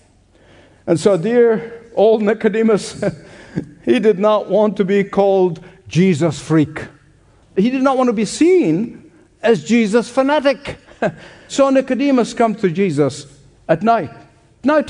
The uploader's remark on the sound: Radio Special: Hope Ireland: Dublin. Originally broadcast LIVE from The Convention Centre in Dublin, Ireland. This Evangelistic Celebration features Gospel worship with special musical guests.